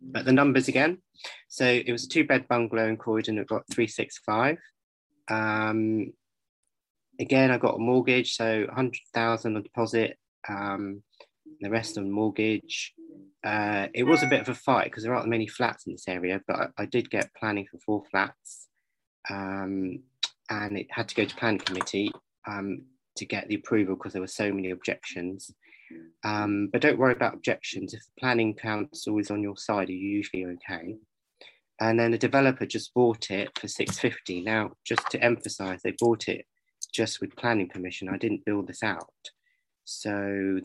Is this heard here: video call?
yes